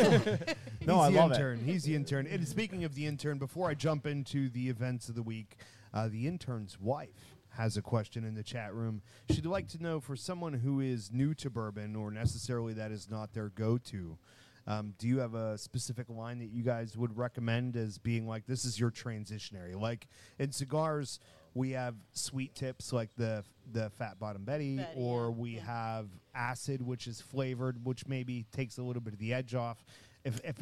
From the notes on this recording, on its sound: Broadcasting LIVE from Liberty Pole Distillery